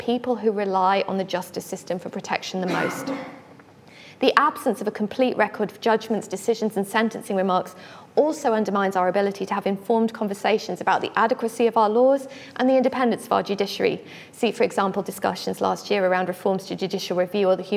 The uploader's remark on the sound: The speakers presented their work in an exciting, quickfire format. Each speaker had eight minutes, followed by eight minutes of questions from the audience.